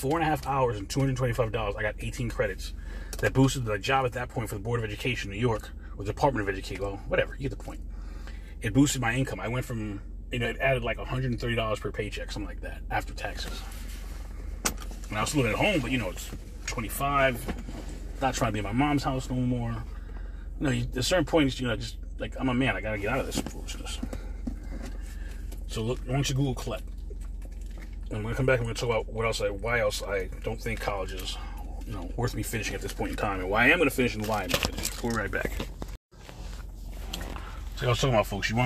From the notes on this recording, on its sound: In this CarCast